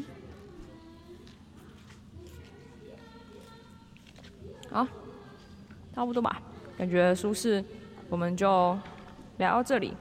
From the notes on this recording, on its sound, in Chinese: 不DO書團隊出去玩啦！我們到了2022保安林書市。我們在市集現場的錄音。